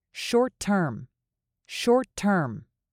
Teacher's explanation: these are linking words, so you can link them together with the T sound